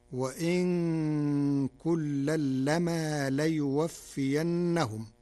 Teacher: قرأ ورش كلمة وإن بتخفيف النون ساكنة، وكلمة لما بتخفيف الميم